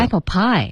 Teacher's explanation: Apple pie 其实它的重音是 pie. Okay,然后 apple 就不用加重音了。